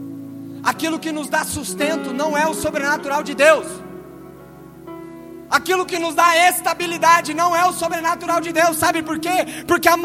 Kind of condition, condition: setting, large echoing room